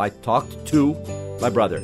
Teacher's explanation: Note também que o to emenda com o som do T, do passado do verbo.